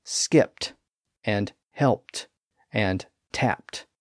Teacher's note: we pronounce them with a voiceless T sound because the verbs end in a voiceless P sound. The suffix matches the ending.